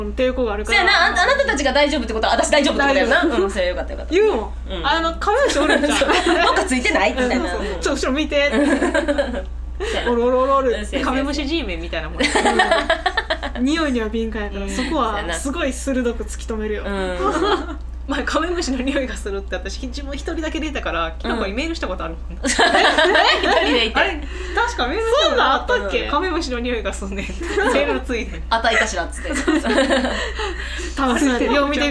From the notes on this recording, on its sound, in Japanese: 宅録の為何時もよりやや音質が落ちております